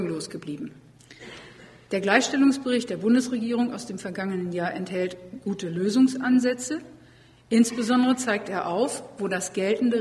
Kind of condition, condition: setting, live audience